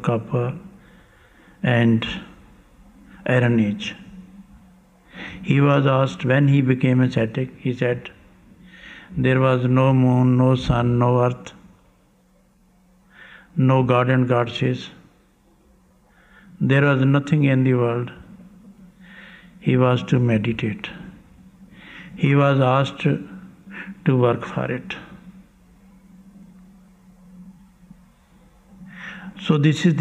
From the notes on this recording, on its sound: Lecture from 17th July 1991 in Landshut, Germany.